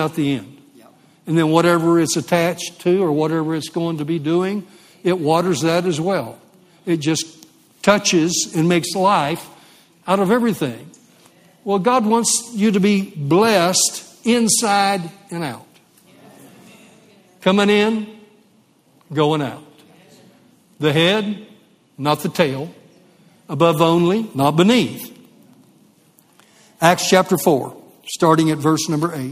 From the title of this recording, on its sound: LIVE Midweek Service